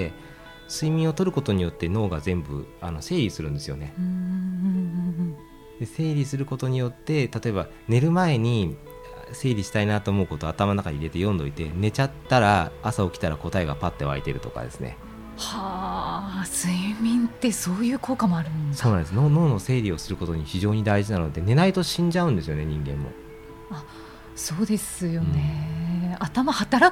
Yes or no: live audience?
no